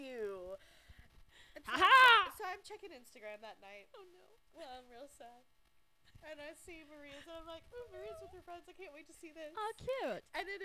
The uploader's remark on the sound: We're still in the process of figuring out our audio